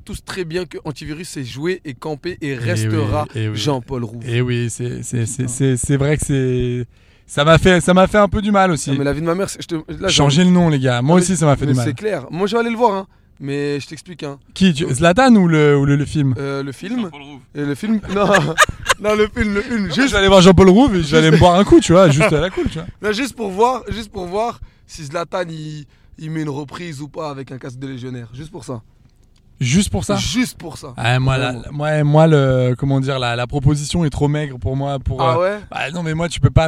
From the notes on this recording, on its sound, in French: Dans cet épisode enregistré à bord d'une voiture. Nos soucis de batterie.